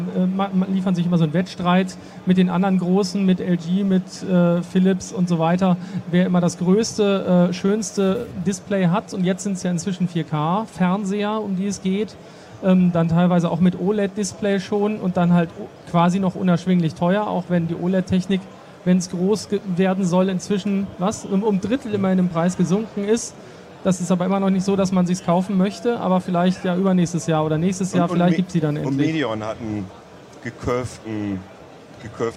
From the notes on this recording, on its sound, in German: Der Podcast wurde erstmals live ausgestrahlt - außerdem ging er zum ersten Mal nicht im Redaktionskeller über die Bühne, sondern mitten auf der IFA. Über den Heise-Messestand.